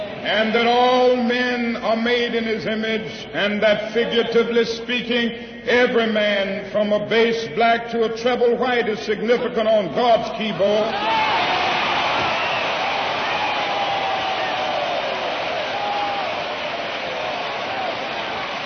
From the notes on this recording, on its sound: Address at Freedom Hall Rally Detroit